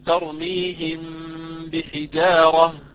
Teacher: لاحظوا المرتبة الثانية اسمها المرتبة الكاملة، أول واحدة كانت أكمل ما تكون، الثانية كاملة يعني أقل بقليل من الأولى، أقل بقليل زمنيا، فتكون في النون والميم المخفاتين، مثل كلمة ترميهم بحجارة، عندنا ميم ساكنة بعدها باء إخفاء، إخفاء شفوي